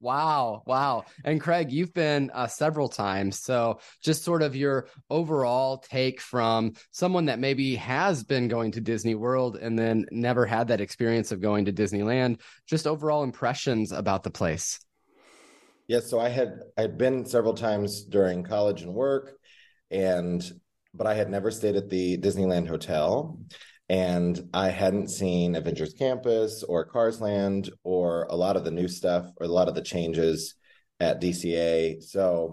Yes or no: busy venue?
no